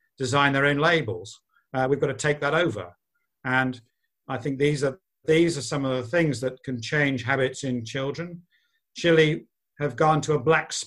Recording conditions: video call